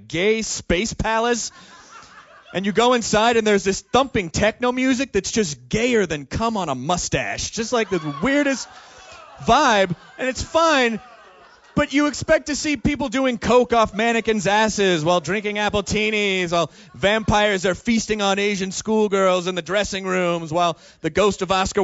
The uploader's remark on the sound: recorded live at MaxFunCon